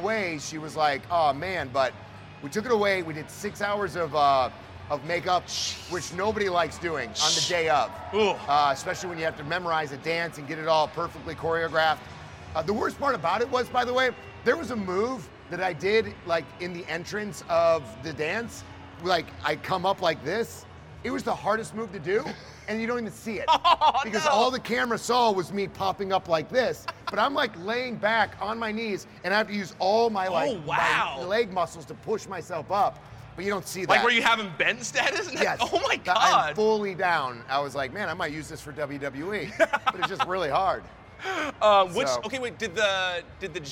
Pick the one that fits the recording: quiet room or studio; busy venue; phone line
busy venue